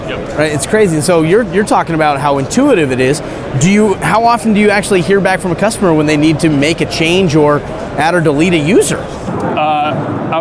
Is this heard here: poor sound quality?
no